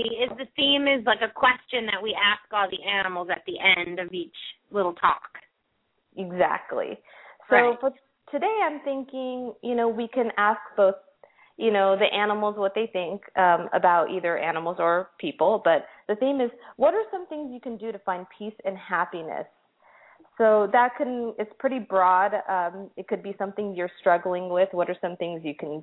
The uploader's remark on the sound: open up the lines for listeners to call